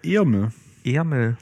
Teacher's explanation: Ist E und Ä an den meisten Stellen im Wort ungefähr das gleiche